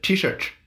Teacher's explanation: 印度英语里面也是有一个特点，就是它的 T 听起来会有点卷舌